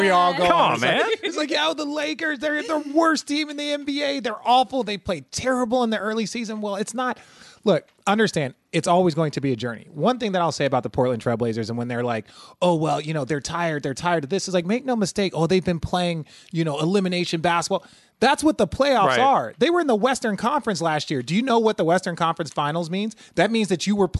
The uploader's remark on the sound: The Detox’ podcast is back in a new interactive form streaming live on the Caffeine app. Interacting and taking questions from the live audience.